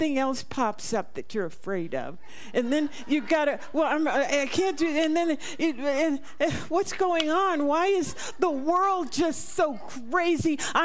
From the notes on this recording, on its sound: This talk/meditation was recorded live at the Center for Spiritual Living Prescott on [Date].